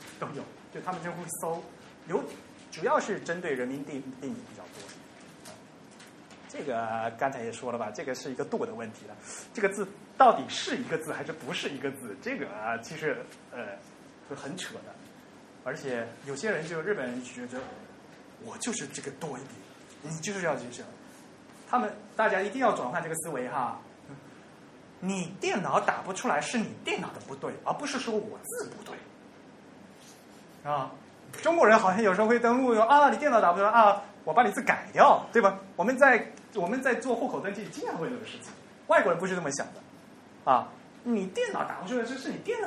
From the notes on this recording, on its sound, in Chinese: 于 7 月 16 日在同济大学中芬中心开讲。本期节目为现场录音的精选剪辑版。